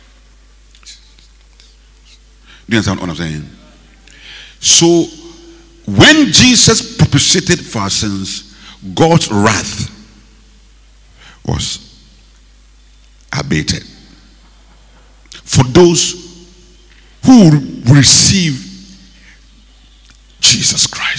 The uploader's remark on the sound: Preached at the Rose of Sharon Cathedral, Catch the Anointing Centre, LA - Accra. Preached at the Rose of Sharon Cathedral, Catch the Anointing Centre, LA - Accra.